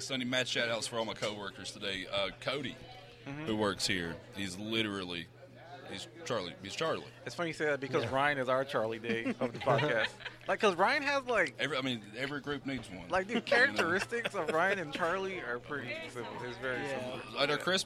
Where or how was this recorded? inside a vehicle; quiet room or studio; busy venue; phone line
busy venue